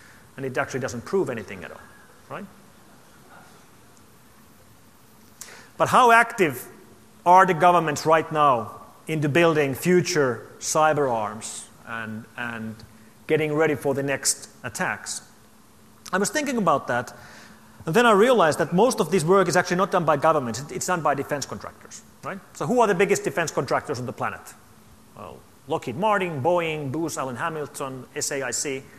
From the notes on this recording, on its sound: opening keynote to the AusCERT 2012 conference